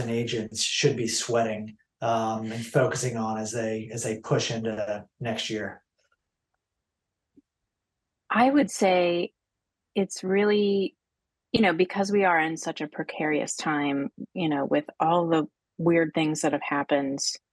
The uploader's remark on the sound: We were zooming from Nest’s new office space this week!